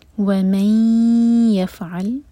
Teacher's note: ادغام غنہ کے ساتھ، تو میک شیور کی ناک میں آواز لے جائیں اور دو سیکنڈس کا ٹائم دیں